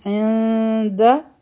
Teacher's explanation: ځای شي مخکې چونکې دال دی نو دلته کې اخفا ده د نون آواز به مونږ پټ کو او دلته به دوه سیکنډ ټایم ورکو